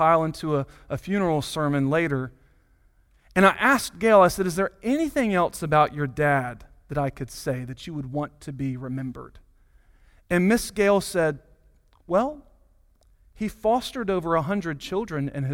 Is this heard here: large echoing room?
yes